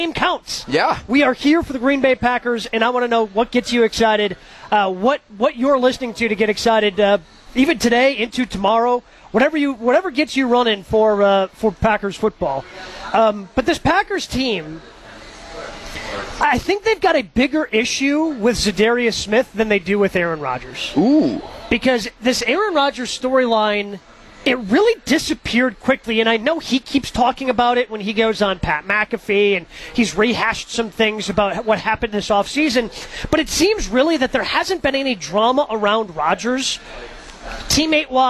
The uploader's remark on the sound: Live From Summerfest.